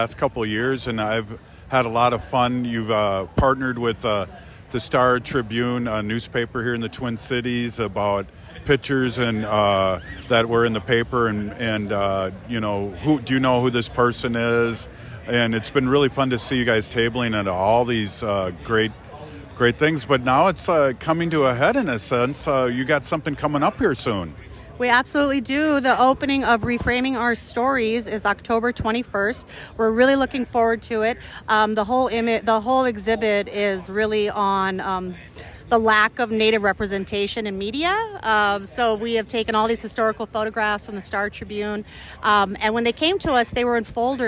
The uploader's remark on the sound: Joins live from the Minnesota State Fair. Inside the fairgrounds.